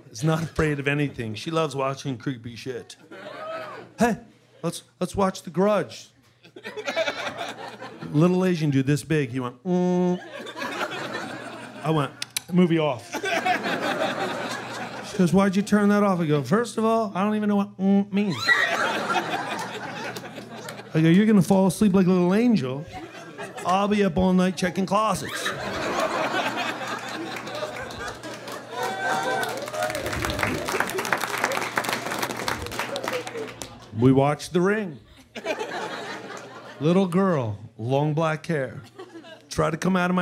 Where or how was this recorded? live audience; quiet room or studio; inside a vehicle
live audience